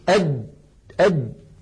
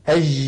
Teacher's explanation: فإن الجيم العربية الفصيحة شديدة يعني ينحبس الصوت · Shown in: first take